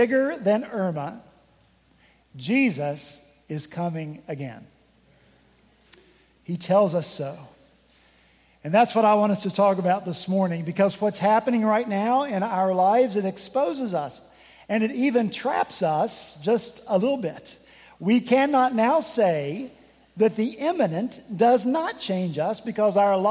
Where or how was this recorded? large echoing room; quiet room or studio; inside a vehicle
large echoing room